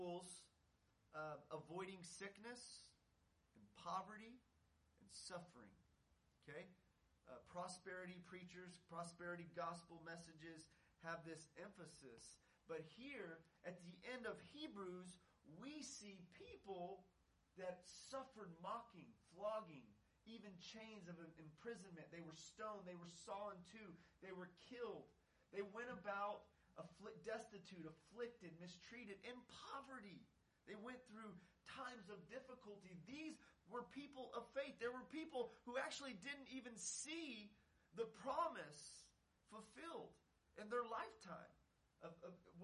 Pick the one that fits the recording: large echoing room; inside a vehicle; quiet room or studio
large echoing room